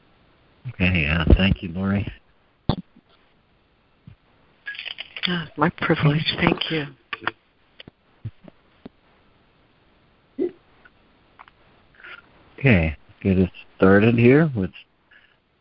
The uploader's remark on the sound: ACIM Daily Conference Call